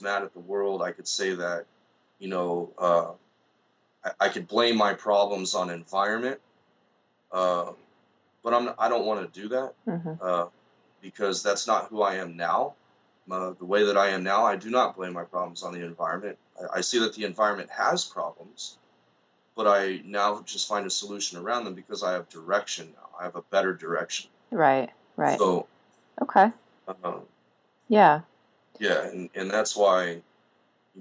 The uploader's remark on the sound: he sat across from me via Skype